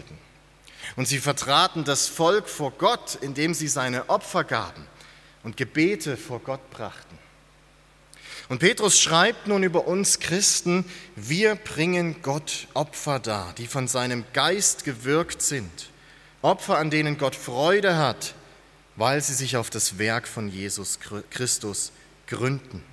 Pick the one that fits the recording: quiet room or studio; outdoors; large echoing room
large echoing room